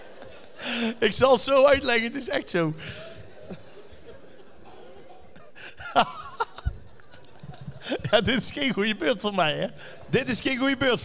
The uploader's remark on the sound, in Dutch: De 100ste aflevering vanuit Theater de Schalm. Samen met 500 enthousiaste luisteraars hebben we de 100ste aflevering opgenomen.